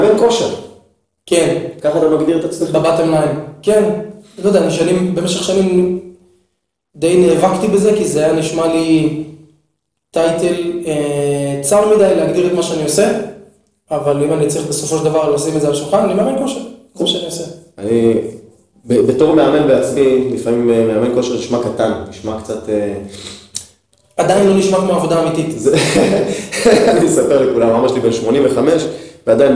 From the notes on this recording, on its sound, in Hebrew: הפרק הראשון סובל מחבלי לידה, הד קל בהקלטה.